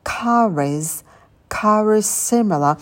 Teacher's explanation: Мы слово car соединяем с глаголом is.